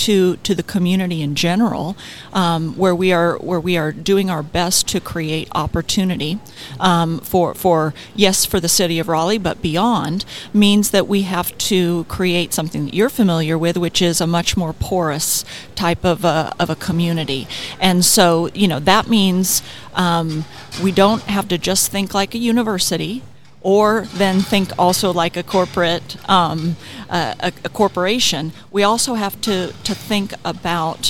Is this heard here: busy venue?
yes